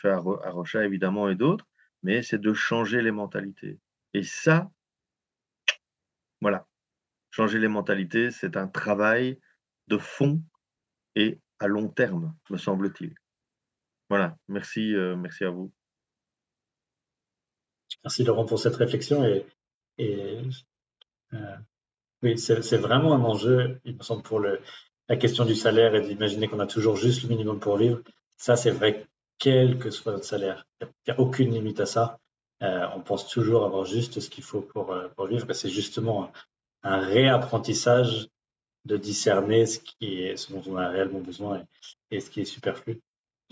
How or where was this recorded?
video call